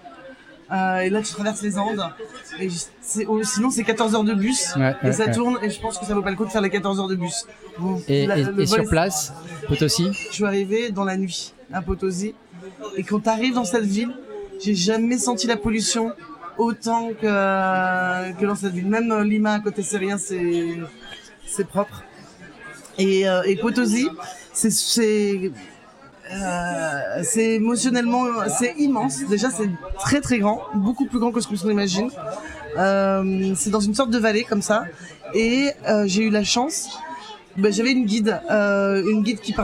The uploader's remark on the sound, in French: Des centaines de flasheurs se sont retrouvés pour une après-midi incroyable. Cet épisode a été enregistré en live dans le bar, à l’épicentre de l’événement. Bruitages de l’application FlashInvaders.